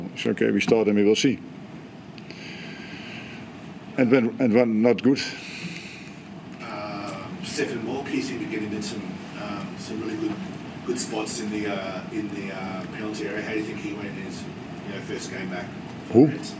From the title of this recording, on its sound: Post-Match Press Conference